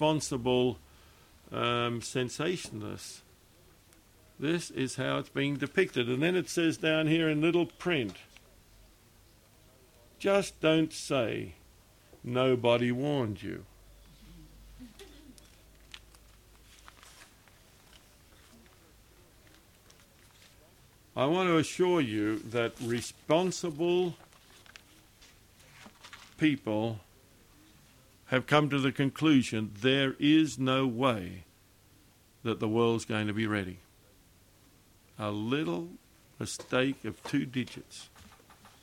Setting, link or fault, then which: setting, large echoing room